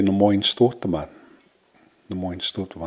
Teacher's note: In Cree, their short I's are often deleted. They become what's called a lesion or contracted.